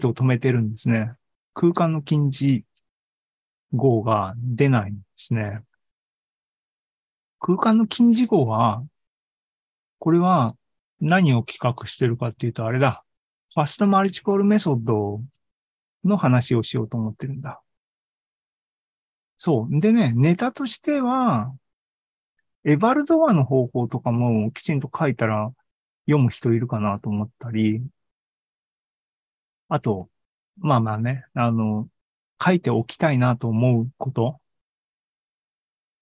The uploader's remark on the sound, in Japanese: ２０２３年１月２５日に開催した ZOOMライブの模様です